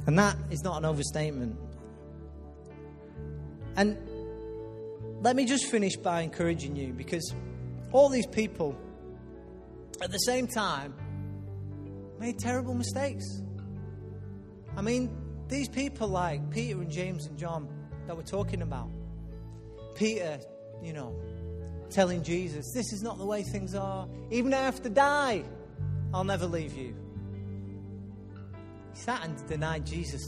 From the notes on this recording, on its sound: Recorded live at Life Church Lancashire.